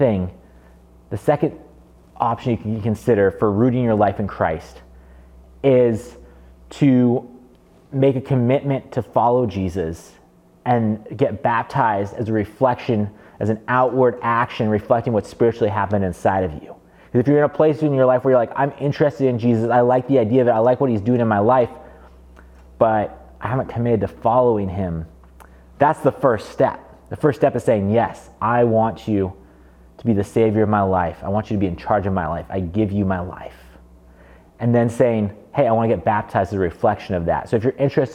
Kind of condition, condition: setting, large echoing room